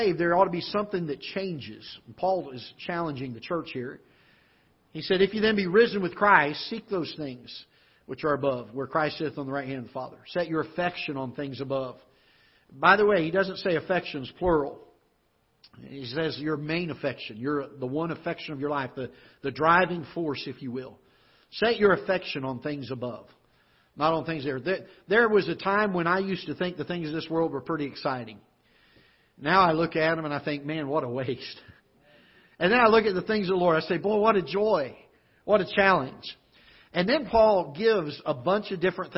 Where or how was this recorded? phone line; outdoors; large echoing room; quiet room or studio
large echoing room